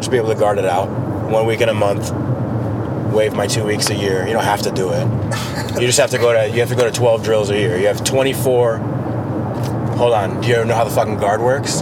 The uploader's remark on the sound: talks while ridin in the car